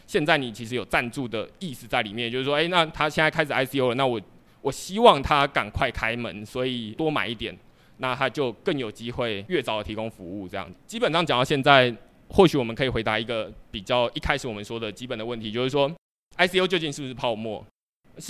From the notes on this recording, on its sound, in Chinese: 這次的內容是第二場島民小聚的錄音。接著是現場問答。